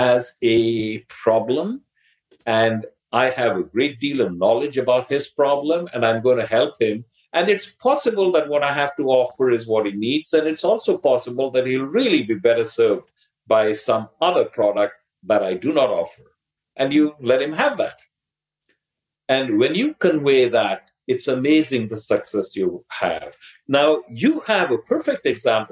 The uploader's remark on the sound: On this live call. Live bonus Q&A session.